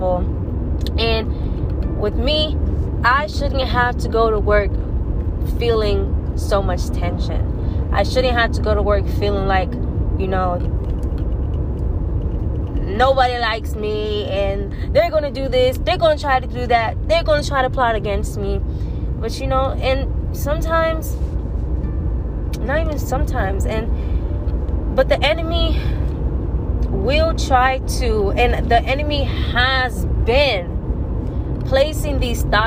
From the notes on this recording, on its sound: I am driving in the car while recording so be aware of background noise!